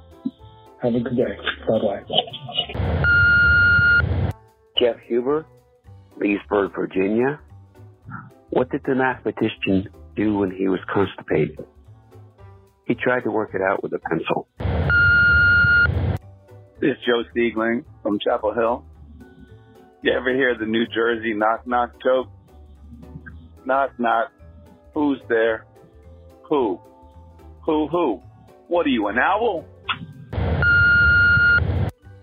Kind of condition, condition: link, phone line